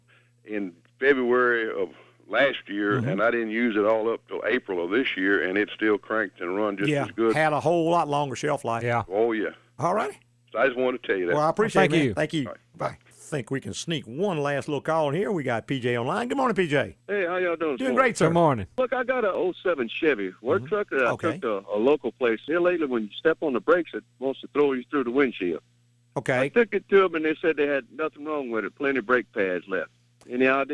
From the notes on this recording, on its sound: answer calls from listeners, in the final live show for 2013